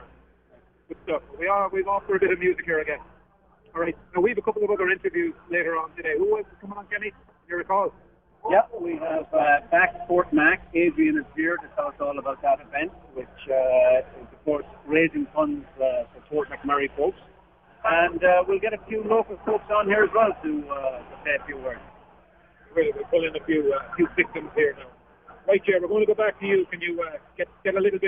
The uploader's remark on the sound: The lads come live from The Irish Embassy on Yonge street right after the Ireland v Belgium game.